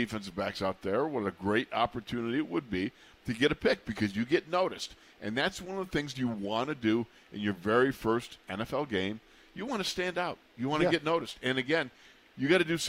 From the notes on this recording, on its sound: In the Locker Room Live from Steelers Camp.